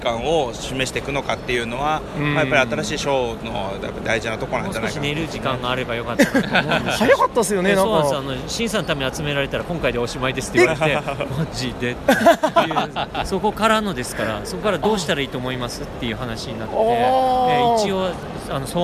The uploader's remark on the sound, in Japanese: ゲムマ会場で収録しました